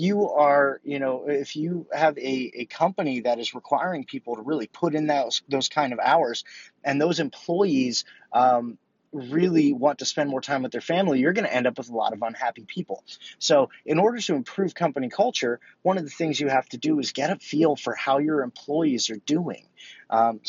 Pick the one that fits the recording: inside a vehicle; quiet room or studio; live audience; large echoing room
inside a vehicle